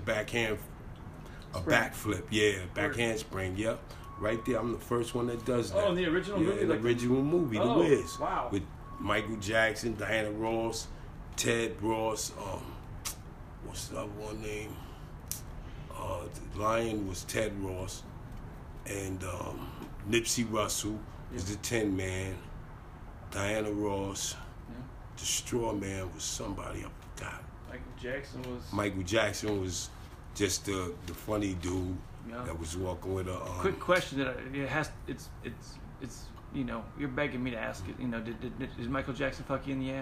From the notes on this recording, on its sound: This is a recording that I took from a gentleman I met on Christmas Eve of 2018. Right outside the liquor store -We were both stumblin, lonely and just started chatting on the mean streets of Harlem.